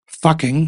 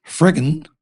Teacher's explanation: fucking heeft geen approximant, friggin, wat het verzwakking is, wel